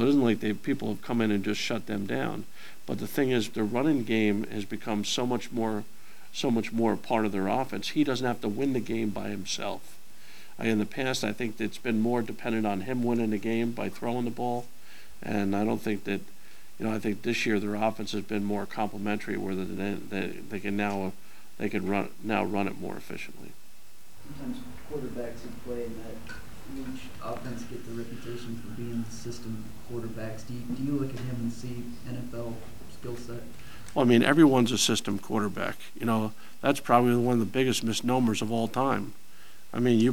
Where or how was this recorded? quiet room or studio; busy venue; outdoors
busy venue